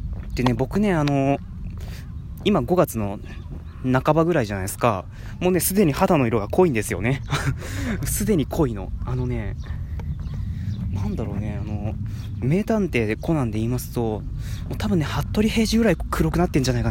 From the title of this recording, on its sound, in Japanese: おさんぽしよ。＠とある公園